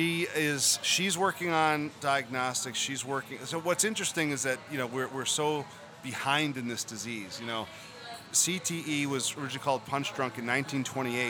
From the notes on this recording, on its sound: Live from Fenway Johnnie's in Boston!